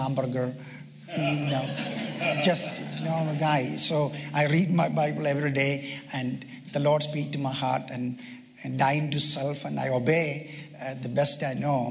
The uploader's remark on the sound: delivered at a Pastor’s Conference